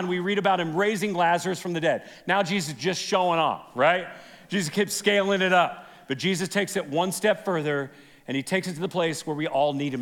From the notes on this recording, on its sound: This is from our most recent event, Men’s Roundup 2023. This is session 1 from Friday night.